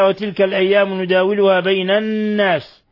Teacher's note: حكم التجويدي إضغام بغنة. قوله تعالى وتلك الأيام نداولها بين الناس، نون مشددة تغن مقدار حركتين